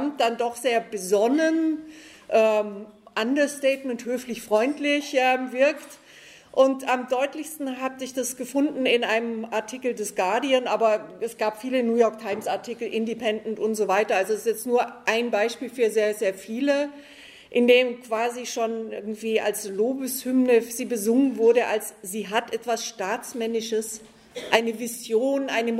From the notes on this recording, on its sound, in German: auf der Konferenz «70 Jahre: Kein Frieden mit der NATO» der Rosa-Luxemburg-Stiftung in Frankfurt